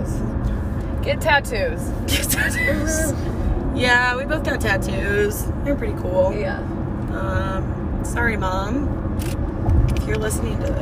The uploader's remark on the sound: In the car, on our way back to the Phoenix Airport.